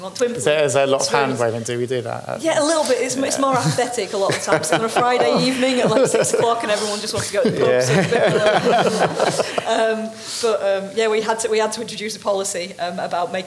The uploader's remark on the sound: Today we are bringing you a panel discussion from the Vevolution Plant-Based Business Bootcamp on ethics in business.